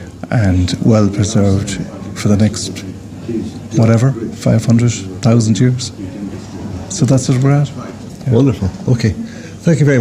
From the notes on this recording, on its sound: This recording was grabbed at the 13th Annual Galway City Heritage Conference 2023.